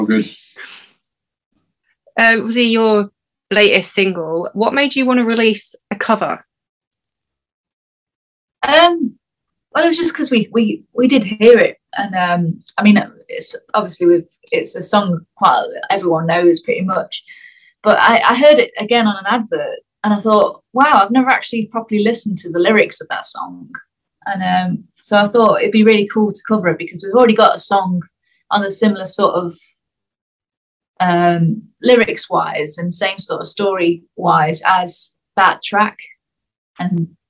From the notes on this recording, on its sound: I sat down over Zoom